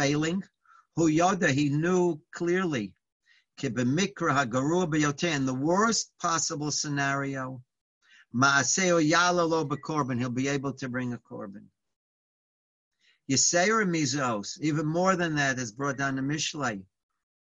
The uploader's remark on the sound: Live On Zoom.